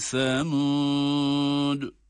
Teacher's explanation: Yine sa harfi peltek ve dal harfi de cezimle, kalkale sesiyle okunacak